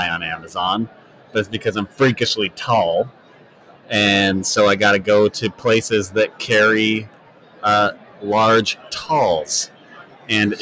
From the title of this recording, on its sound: Live at Prosper 2022